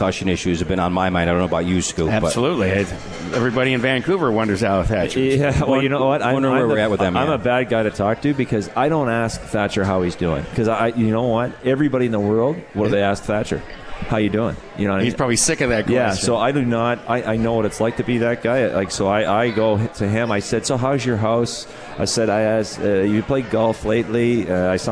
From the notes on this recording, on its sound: Live from the 72 Tavern for Utica Comets #Insider.